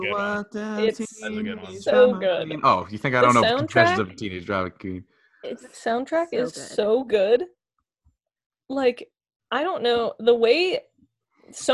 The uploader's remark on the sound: Four Idiots, One Zoom Call